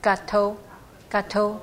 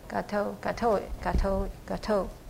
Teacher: 这个偷好像有点轻音的在里头啊